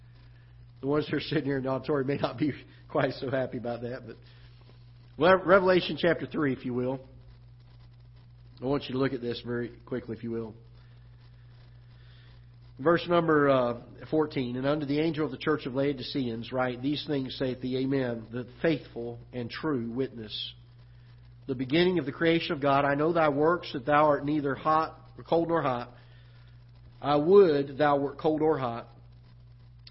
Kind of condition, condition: setting, large echoing room